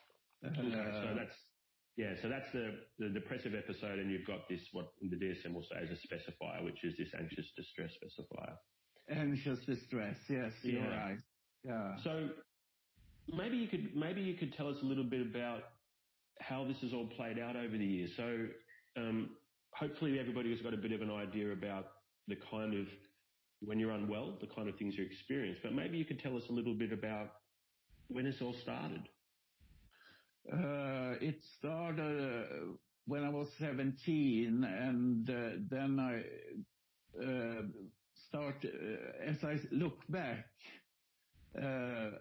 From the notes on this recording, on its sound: Apologies for the sound quality on this one...it was our first try at doing an interview over the phone.